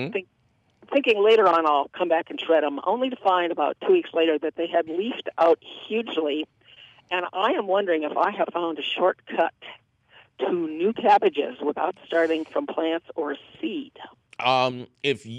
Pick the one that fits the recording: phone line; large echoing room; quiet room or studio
phone line